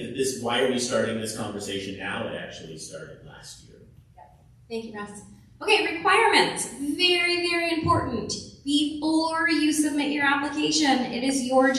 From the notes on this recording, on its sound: we release the audio from our College Kick Off meeting for parents and their seniors